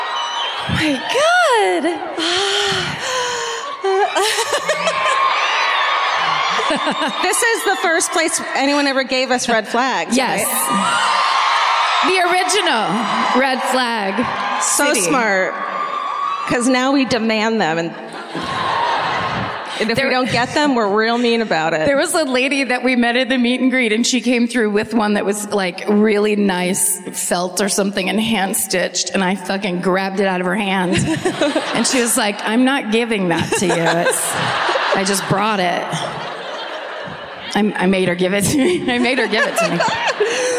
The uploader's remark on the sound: Live at the Fox Theatre in Detroit, MI (2019).